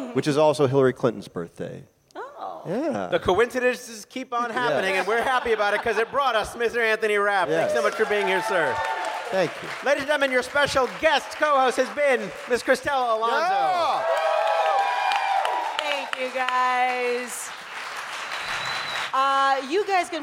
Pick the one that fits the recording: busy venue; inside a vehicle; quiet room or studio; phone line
busy venue